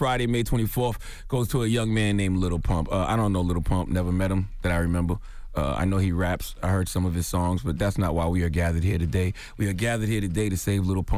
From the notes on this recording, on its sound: we opened up the phone lines to hear the listeners stories